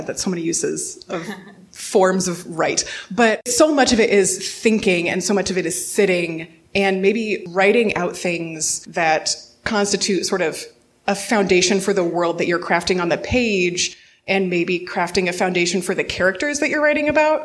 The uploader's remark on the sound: In this special live episode. This episode was recorded before a live audience. At Cleveland Public Library as part of Literary Clevleand’s Inkubator Writing Conference.